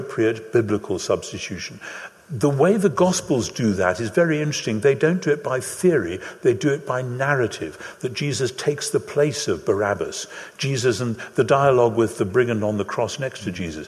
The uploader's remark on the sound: Live in London. Hosted by SPCK and recorded live at Westminster Chapel London with an audience Q&A.